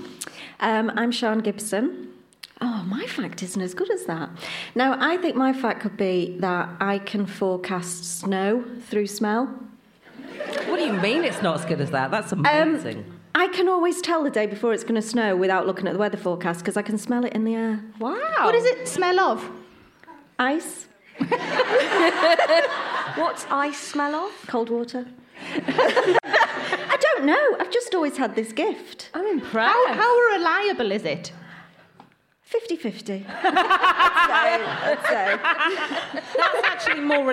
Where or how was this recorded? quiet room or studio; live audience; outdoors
live audience